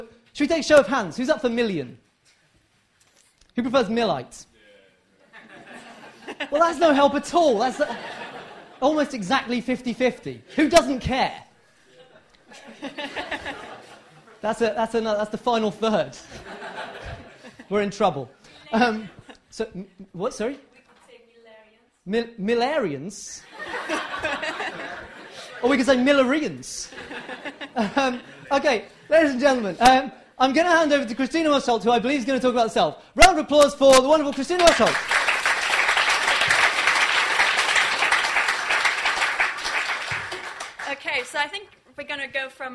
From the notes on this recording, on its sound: Six philosophers have ten minutes each to pitch their arguments to a live audience.